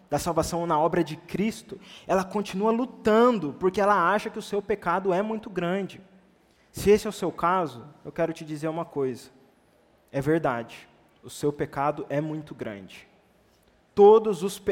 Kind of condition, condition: setting, large echoing room